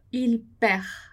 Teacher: A gente não vai pronunciar o D.